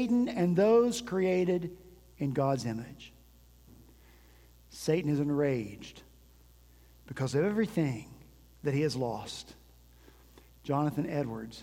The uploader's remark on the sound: At Redeemer Presbyterian Church in Charleston, SC, our senior pastor began this season of Advent with a sermon